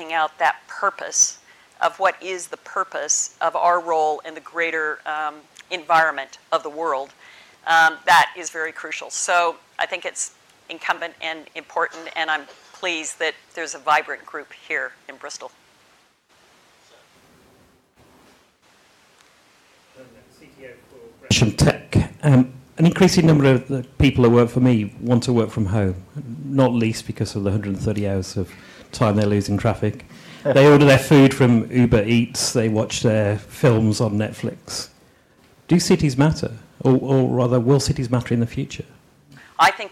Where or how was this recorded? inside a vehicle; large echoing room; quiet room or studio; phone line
large echoing room